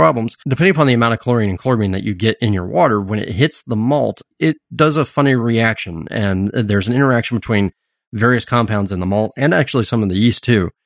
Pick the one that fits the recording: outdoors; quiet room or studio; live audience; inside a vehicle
quiet room or studio